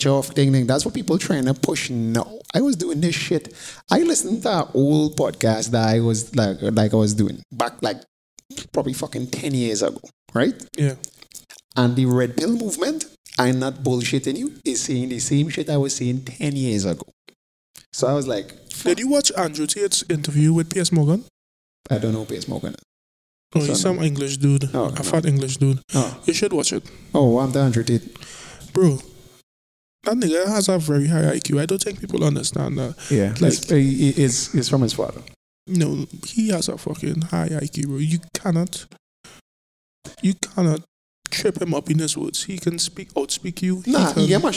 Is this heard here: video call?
no